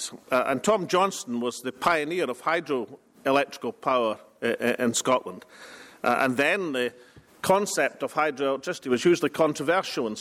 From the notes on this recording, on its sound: First Minister speaks at International Renewables conference in Bergen.